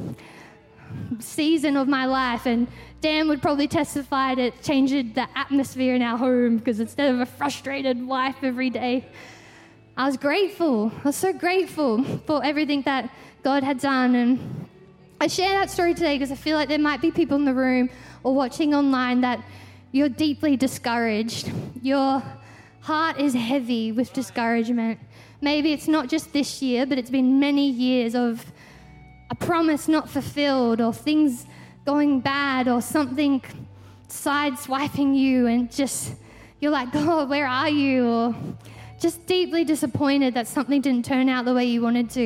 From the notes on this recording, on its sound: Christmas At C3 Powerhouse. Recorded during our 9am service on Sunday, the 31st of December 2023.